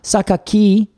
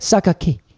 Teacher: And I also learned that at the end, it's not Sakagi, it's like Sakagi. Like it's almost like the I disappears before it even gets there · Shown in: second take